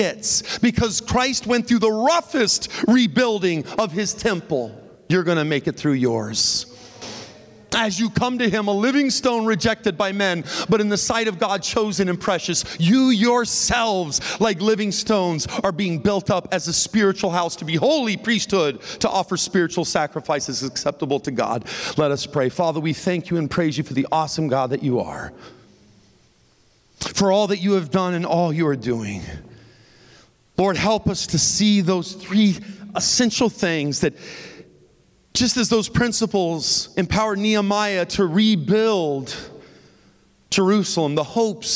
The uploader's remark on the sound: This content is from the Tuesday morning main session at the 2023 Propel Conference